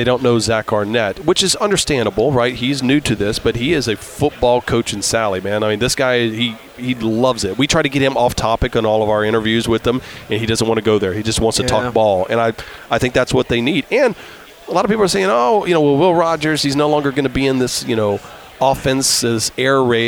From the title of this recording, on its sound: LIVE from Radio Row